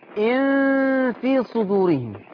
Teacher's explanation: يبقى مش مشددة، في إخفاء غنة. يبقى إن في صدورهم.